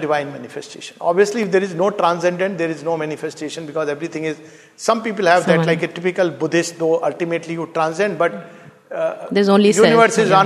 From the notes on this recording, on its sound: This talk delivered at Savitri Bhavan